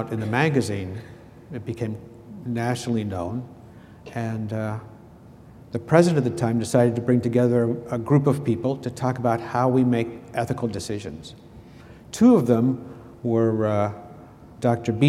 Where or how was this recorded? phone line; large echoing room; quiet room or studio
large echoing room